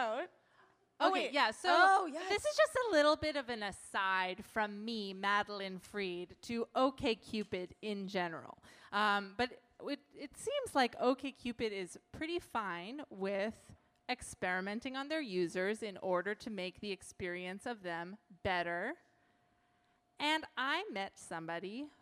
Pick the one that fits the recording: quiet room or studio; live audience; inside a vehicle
live audience